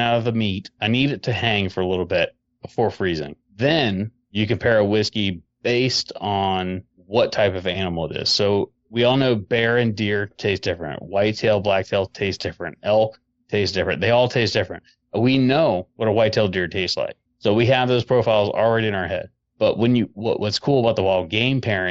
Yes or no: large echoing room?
no